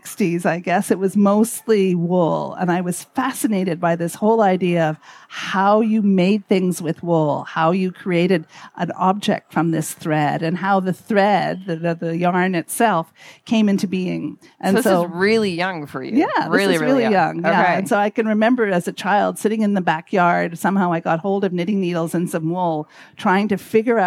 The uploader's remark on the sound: In this exclusive live interview series from Twist 2023. These interviews, set against the lively backdrop of Twist, bring the festival's vibrant spirit directly to your ears.